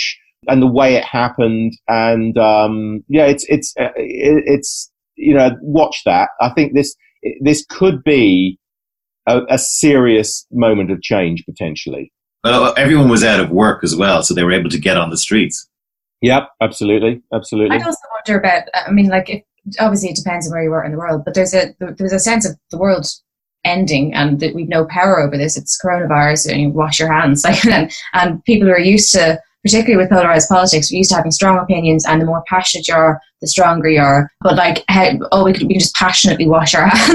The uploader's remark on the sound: Recorded: ZOOM (London – Dublin)